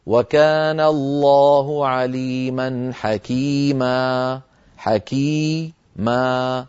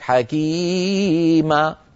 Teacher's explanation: ليس متساويين الأول أطول من الحد المطلوب ومموج مرقص · Shown in: second take